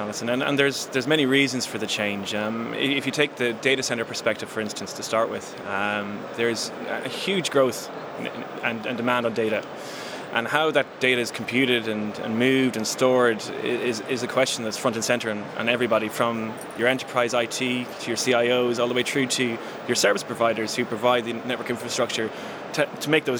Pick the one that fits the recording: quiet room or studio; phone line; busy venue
busy venue